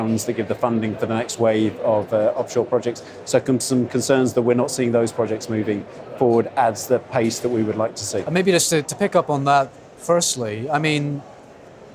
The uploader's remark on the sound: Offshore Europe: Day two. On the Offshore Energy Conference floor for day two of the event.